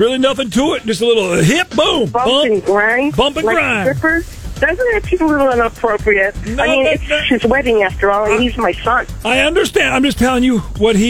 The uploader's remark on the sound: Friday Phone Jacks Prank Call